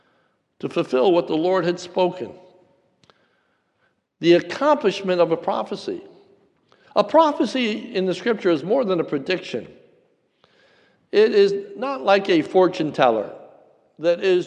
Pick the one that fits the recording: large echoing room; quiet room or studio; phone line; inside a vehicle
large echoing room